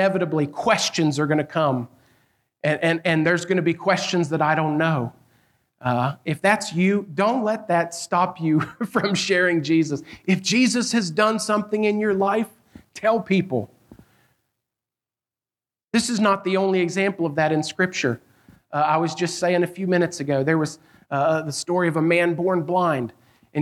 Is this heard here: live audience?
yes